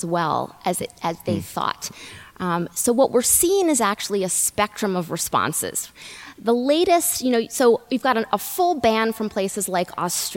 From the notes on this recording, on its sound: This episode was recorded live at the Columbia China and the World Forum 2019. At Columbia University.